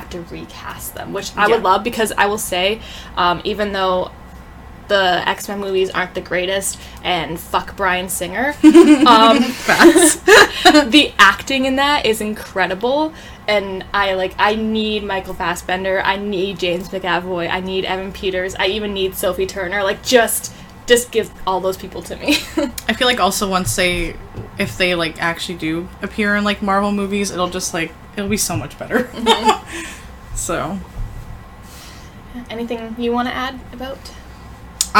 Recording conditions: background noise